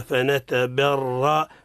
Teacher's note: الراء المتحركة بالفتح هي حكم التفخيم · Term: الراء مفخمة